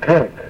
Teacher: The I is pushed through your nose.